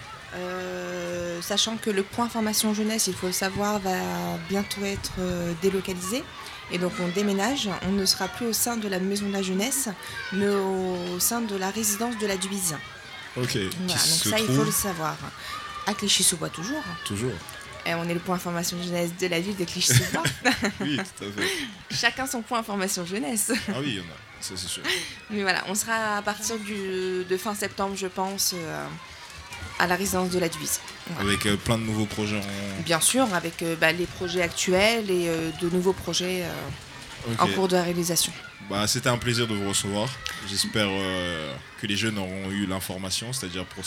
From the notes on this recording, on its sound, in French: Enregistrée en public lors de l'événement "Clichy Plage".